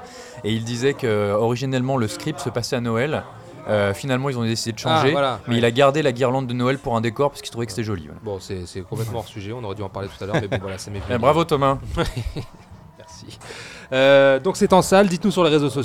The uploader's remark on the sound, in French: Malgré une canicule qui pointe méchamment le bout de son nez. Enregistré au Hurling pub (8 Rue Descartes, 75005 Paris), le vendredi 21 juin 2019.